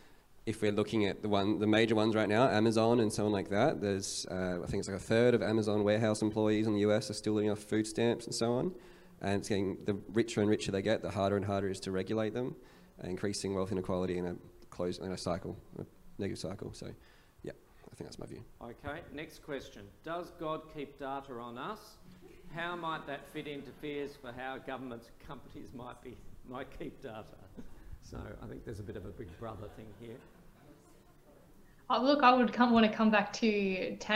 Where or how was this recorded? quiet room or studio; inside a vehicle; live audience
live audience